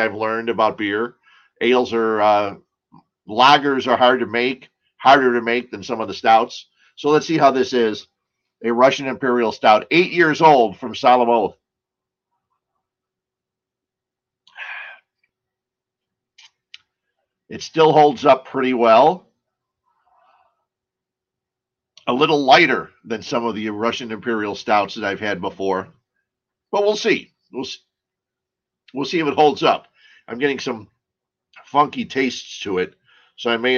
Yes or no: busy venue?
no